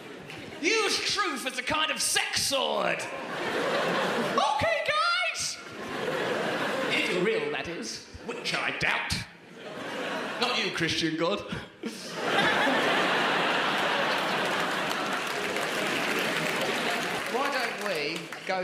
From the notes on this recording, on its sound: Recorded at the Hackney Empire